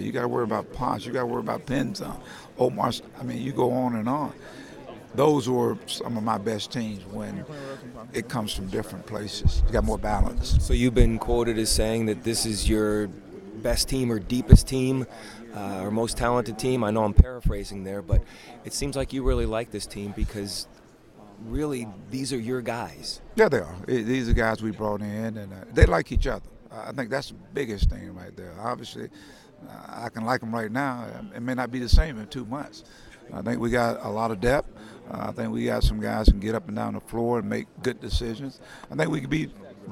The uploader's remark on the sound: at Big East Media Day at Madison Square Garden